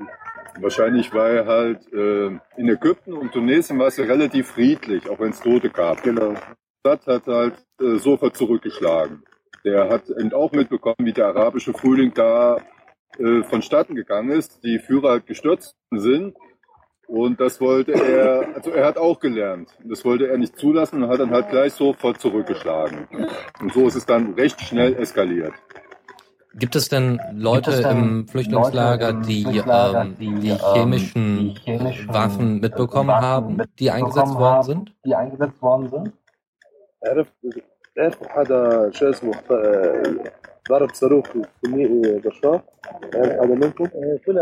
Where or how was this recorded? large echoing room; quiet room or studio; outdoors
outdoors